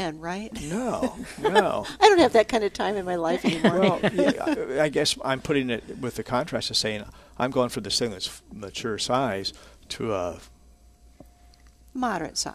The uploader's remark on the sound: Plant Experts Live at Prairie Gardens